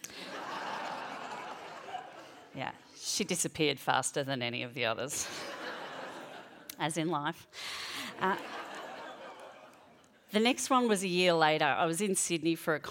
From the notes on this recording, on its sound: She performed this story at the World Science Festival in Brisbane.